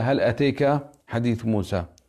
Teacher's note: اختلاف اللغات، مثل هل أتاك حديث موسى قرئت بالإمالة